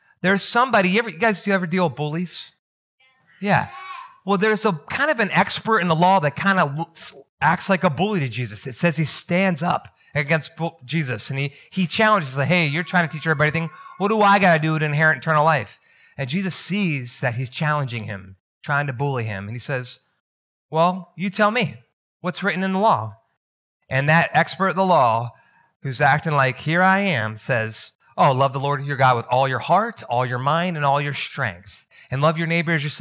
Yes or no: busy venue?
no